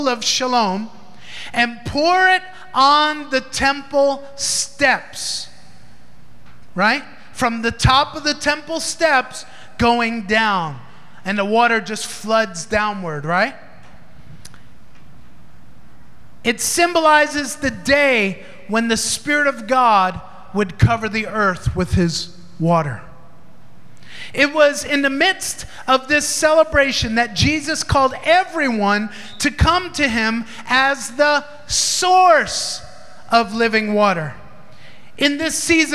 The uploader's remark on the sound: Recorded in Maranatha Family Church's Sunday Service at FIRE School of Ministry Philippines.